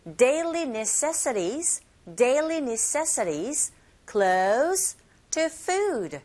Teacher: 자, 그러면 daily, 그리고 그 다음 단어의 강세 위치가 necessity, 이 부분에 주시면 돼요. 그리고 to 사운드 자체가 R 소리에 가깝게 들리게 되는 플랙 현상이 또 일어나고 있죠 · 자, 이렇게 쉼표로 나열되어져 있는 단어들을 발음하실 때 억양은요, 올라가고, 올라가고, 맨 마지막 부분에 내려가고, 억양 자체가 그렇게 변하게 됩니다